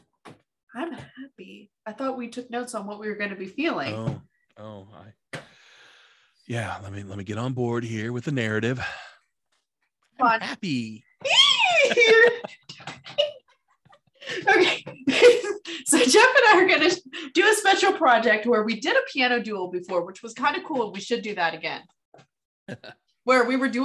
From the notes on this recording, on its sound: This episode is in two parts thanks to Zoom